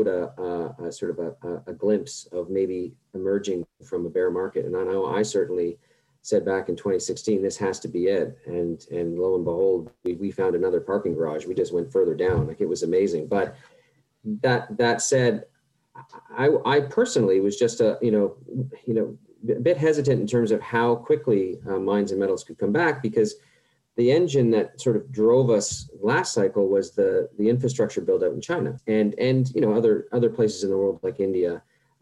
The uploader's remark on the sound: at the Global Mining Symposium online conference